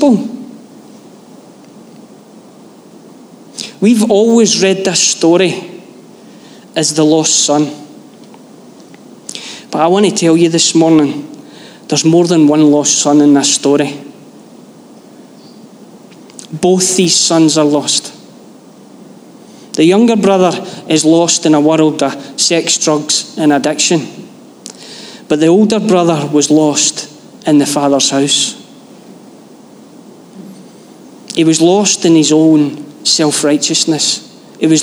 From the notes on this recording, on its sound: Live from our Sunday gathering on 18/06/23.